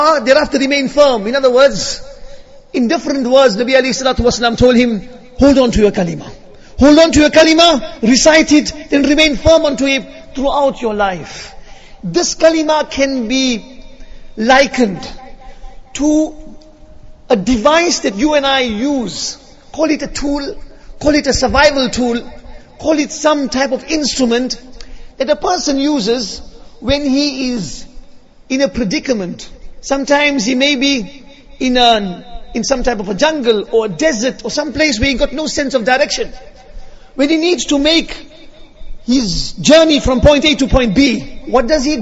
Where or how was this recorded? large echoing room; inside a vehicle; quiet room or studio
large echoing room